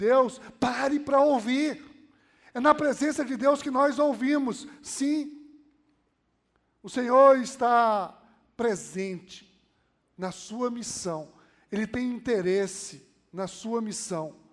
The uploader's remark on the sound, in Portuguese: Podcast gravado na PAES Piedade